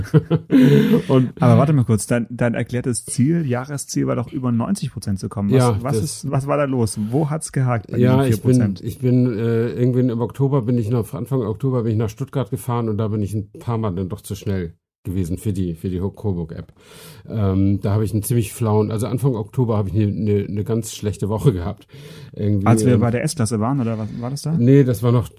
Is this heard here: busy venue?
no